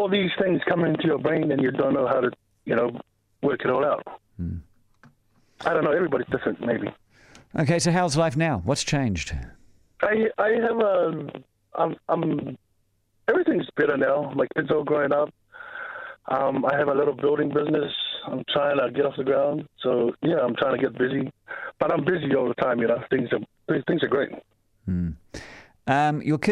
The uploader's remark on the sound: Called in to talk about his experiences.